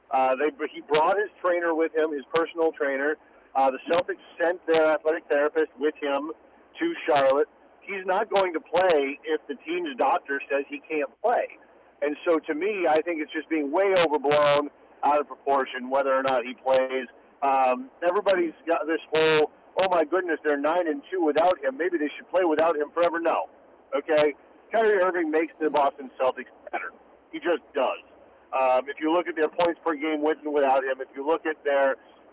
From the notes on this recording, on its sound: calls